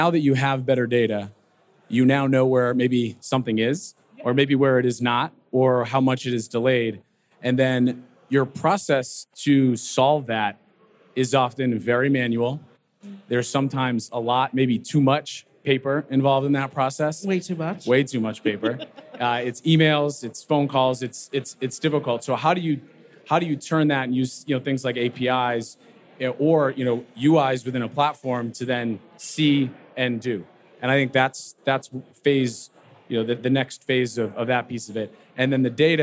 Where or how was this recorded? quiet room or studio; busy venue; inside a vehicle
busy venue